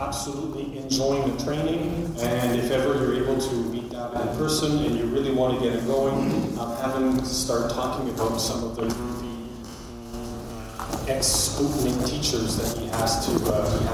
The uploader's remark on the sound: A speech we recorded from the recent Canadian Space Summit held in Ottawa. At the Canadian Space Summit.